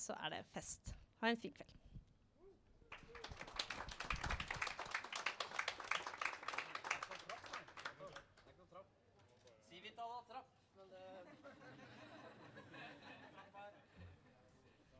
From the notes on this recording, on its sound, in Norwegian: Live-opptak. På Jaeger i Oslo.